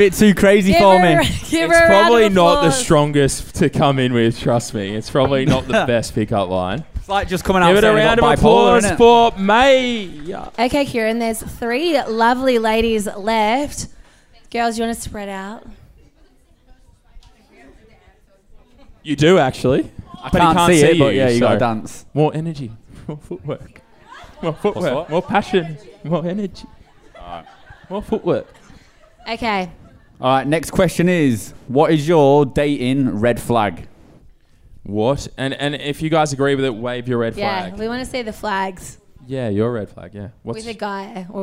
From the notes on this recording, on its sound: LIVE from the Corner Hotel in Melbourne for our Two Million Listens Tour!